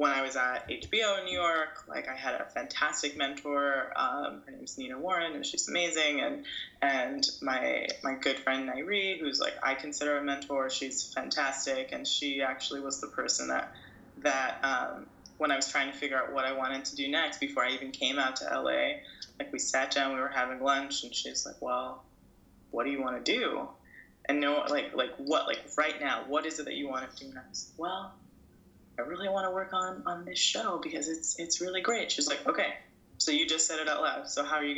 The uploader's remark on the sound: This episode was recorded over Skype.